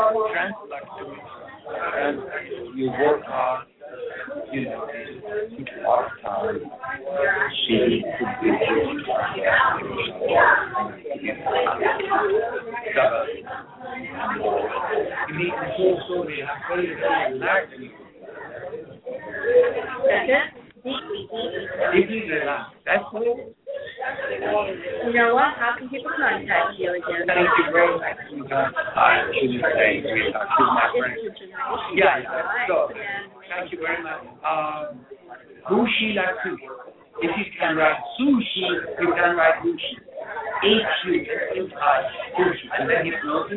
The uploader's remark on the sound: The audio on this interview series has been compromised and a quality sound replacement will be submitted for each of the amazing interviewees.